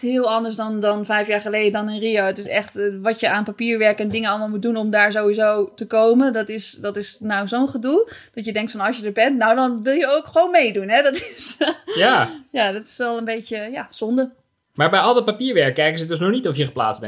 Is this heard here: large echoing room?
no